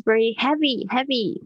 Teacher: 注意一下那个 E A 的声音是 eh